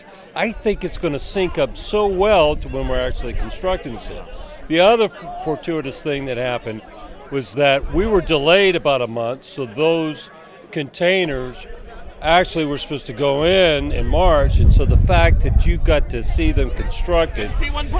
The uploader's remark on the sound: It’s a Green Insider Road Trip as we’re live at the gorgeous Lost Pines Resort in Bastrop, Texas, just a stone’s throw south of Austin for the first North American Energy Markets Association Conference in two years.